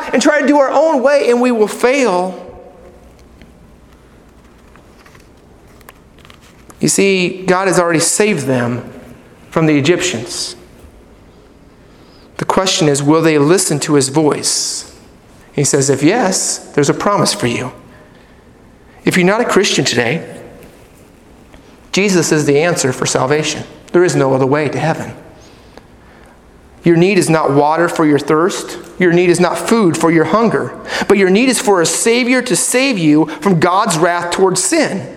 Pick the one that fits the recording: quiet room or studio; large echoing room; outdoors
large echoing room